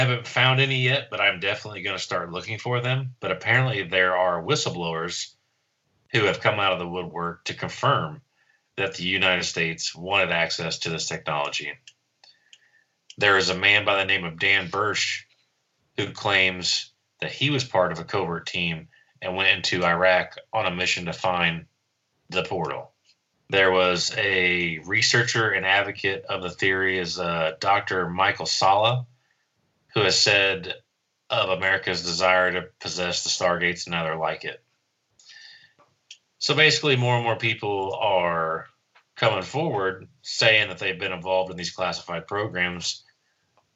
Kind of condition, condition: link, video call